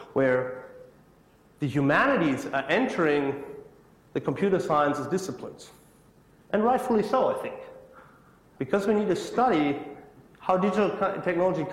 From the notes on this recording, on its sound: IFE Lecture, recorded 1 September 2017 at QUT.